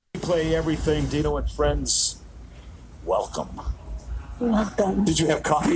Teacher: her vocal fry is still prominent